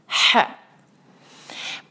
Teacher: پہلے یہ سانس کی آواز شروع ہوتی ہے اور پھر ہا کی آواز آتی ہے